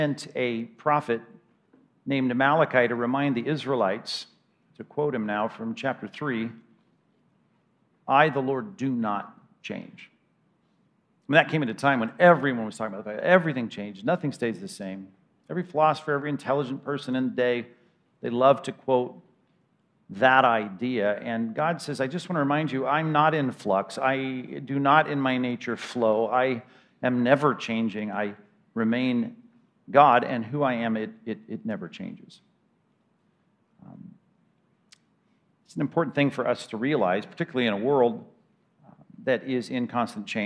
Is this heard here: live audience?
yes